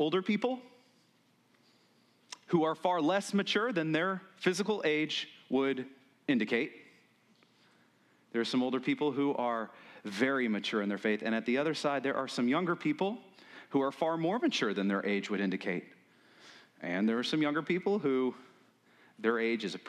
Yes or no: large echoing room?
yes